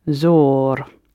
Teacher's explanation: So you can hear again that the middle consonant is not clearly audible. It's turned into a long or. But z and r, the first and the third, are audible.